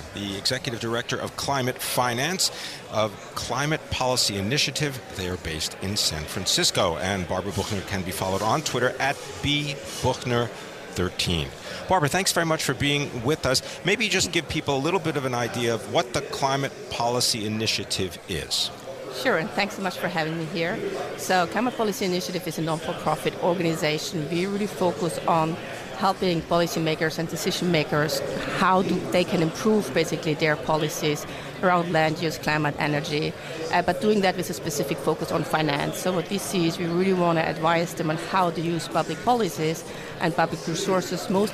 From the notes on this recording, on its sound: Live from the 2017 Future of Energy Summit